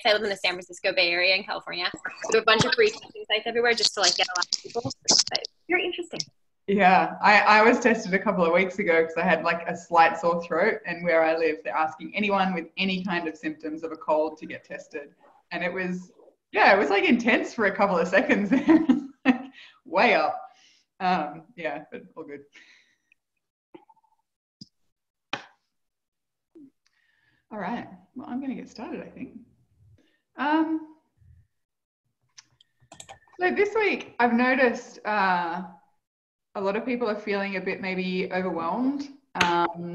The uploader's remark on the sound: Live Community Call.